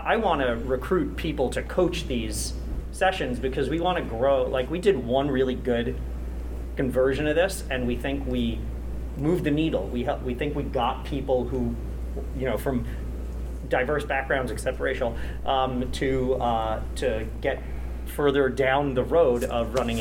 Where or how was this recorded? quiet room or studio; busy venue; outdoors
busy venue